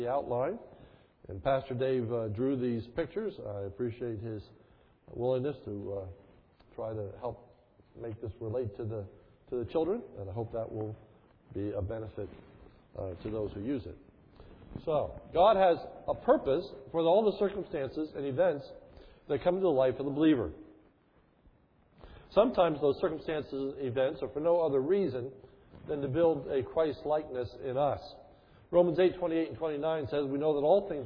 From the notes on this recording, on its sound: This sermon is recorded on 1/02/11 in the evening service.